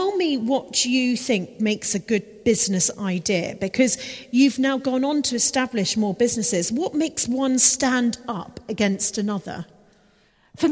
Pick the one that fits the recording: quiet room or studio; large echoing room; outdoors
large echoing room